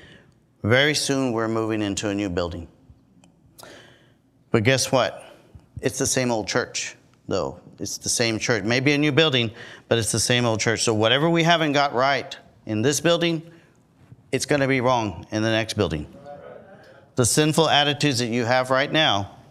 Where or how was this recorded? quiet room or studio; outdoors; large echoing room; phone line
large echoing room